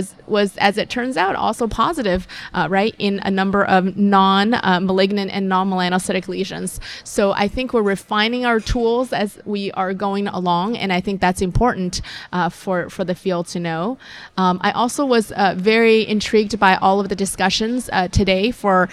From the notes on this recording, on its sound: live at Winter Clinical Hawaii 2024